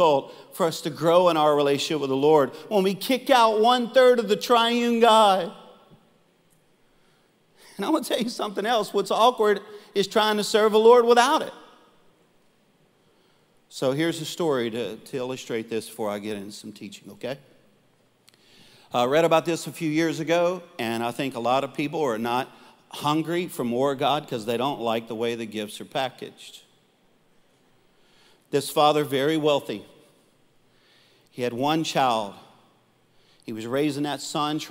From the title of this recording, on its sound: Live Recording